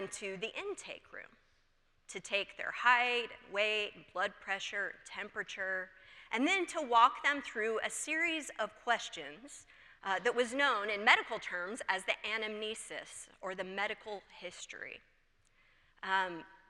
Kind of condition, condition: setting, large echoing room